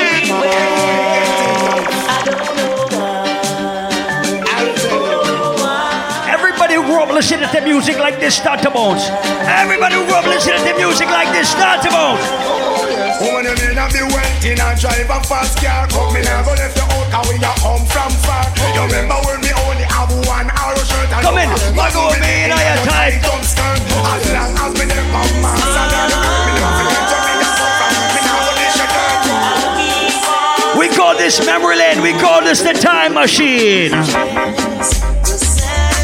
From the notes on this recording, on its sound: Live audio recording of my segment at Margarita Fridays in the Bronx on June 23rd